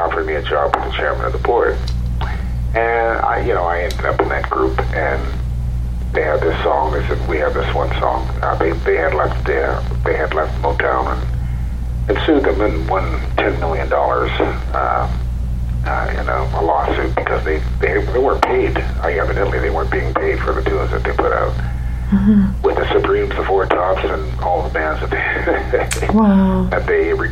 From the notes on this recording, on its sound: Joining me via phone